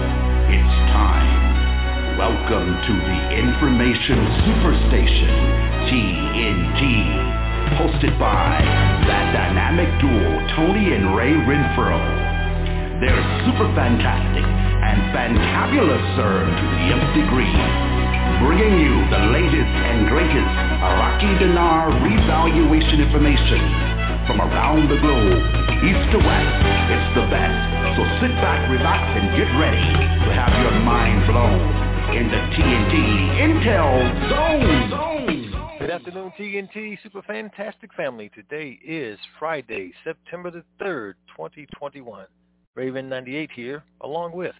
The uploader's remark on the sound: TNTSuperfantastic Conference Call.